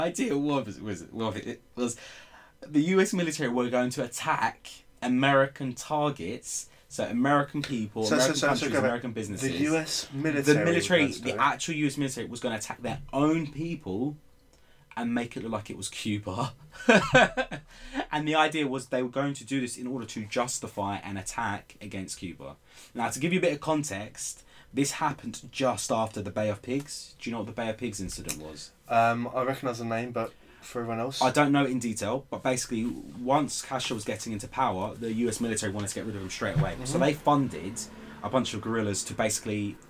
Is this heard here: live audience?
no